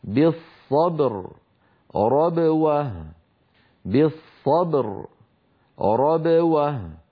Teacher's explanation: ينحبس الصوت خلف الشفتين ثم ينطلق ويهتز الوتران الصوتيان عند نطق الباء المقلقلة · Term: باء ساكنة مقلقلة